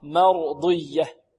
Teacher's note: والضاد هنا كذلك مفخمة مكسورة في أقل مراتب التفخيم والاستعلاء، أو في أقل مراتب الاستعلاء، وهي مطبقة مرضية.